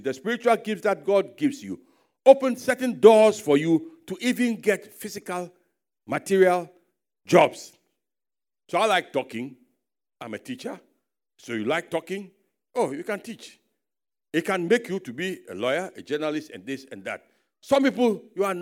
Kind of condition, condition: setting, large echoing room